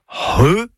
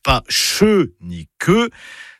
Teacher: C'est le C'H, qui sert à écrire le son RE, et donc pas CHE ni QUE, c'est RE. C'est un gros H aspiré. · Shown in: first take